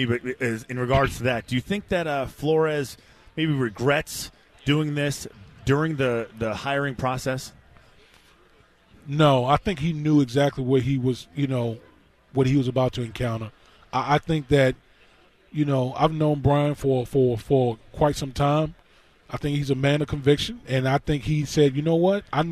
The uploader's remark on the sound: Live from Radio Row in LA.